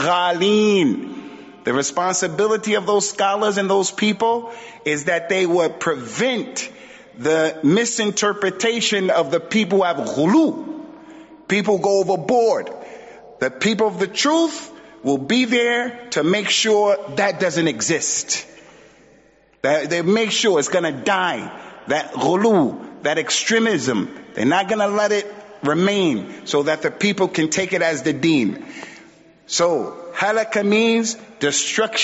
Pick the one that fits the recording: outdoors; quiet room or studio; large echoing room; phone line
large echoing room